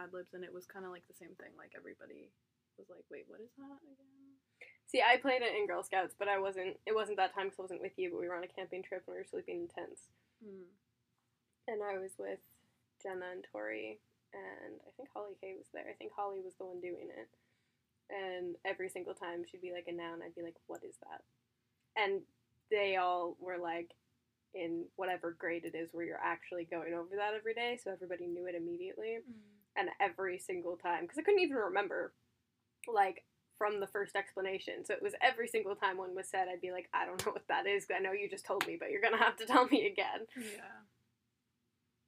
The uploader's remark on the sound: Apologies for audio quality and subsequently poor editing.